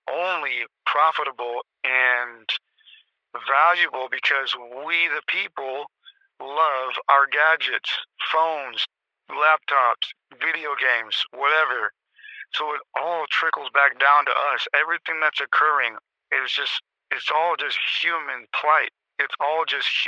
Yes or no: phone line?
yes